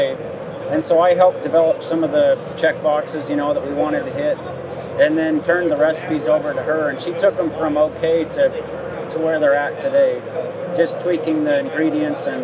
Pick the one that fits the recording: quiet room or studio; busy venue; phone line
busy venue